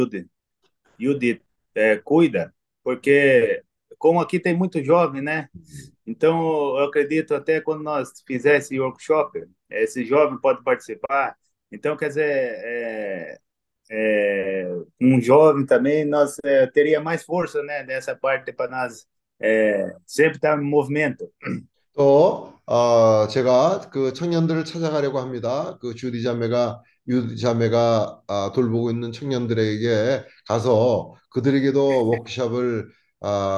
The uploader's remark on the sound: zoom meeting